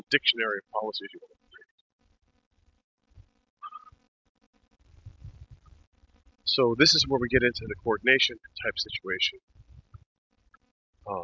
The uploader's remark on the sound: In this walking podcast